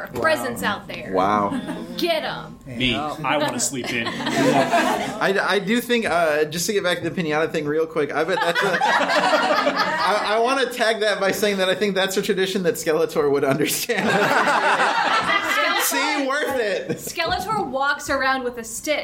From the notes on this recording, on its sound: Recorded live at the Cards Against Humanity Theater, and we also had punch & pie, so it’s a little looser than normal.